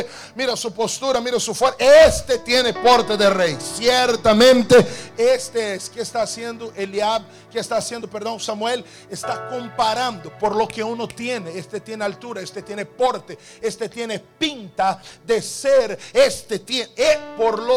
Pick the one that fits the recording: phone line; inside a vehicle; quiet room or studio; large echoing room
large echoing room